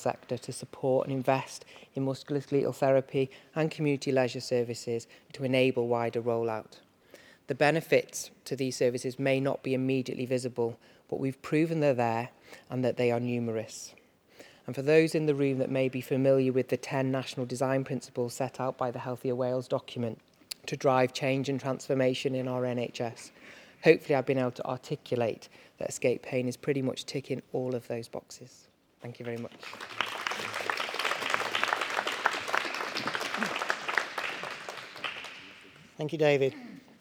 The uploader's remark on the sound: The Chronic Pain Policy Coalition brought together some of Wales’s leading pain experts at the home of the Welsh parliament (or Senedd Cymru) in Cardiff. Recorded live at the event. Where clinicians, academics, policy-makers and people living with pain came together.